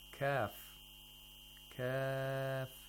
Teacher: we have to lengthen kaf to six vowel counts? Because actually the name of the letter kaf consists of three letters, and the letter in between is alif, and the final letter will become sakin. · Term: madul lazim